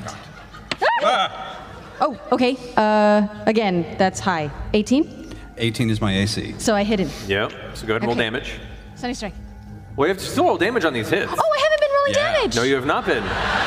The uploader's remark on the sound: Live from the Bass Concert Hall in Austin, TX